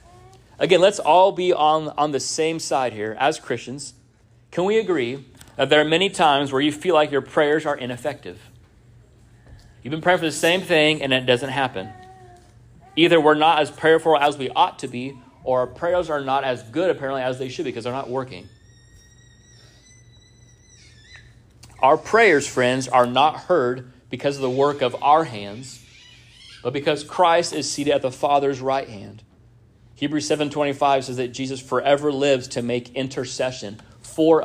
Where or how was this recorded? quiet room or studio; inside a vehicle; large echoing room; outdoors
large echoing room